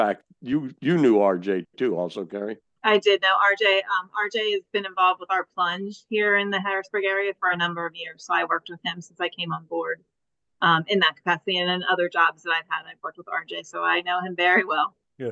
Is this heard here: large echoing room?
no